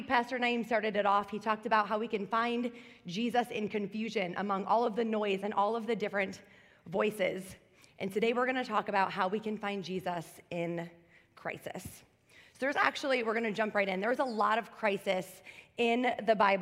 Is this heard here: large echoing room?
yes